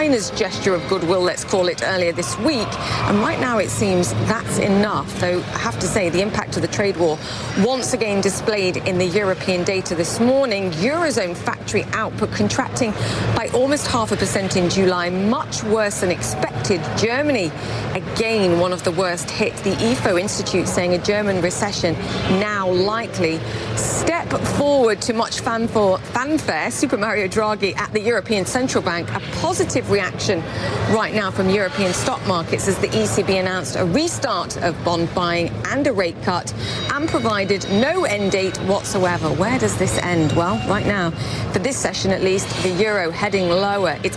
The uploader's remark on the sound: live from the New York Stock Exchange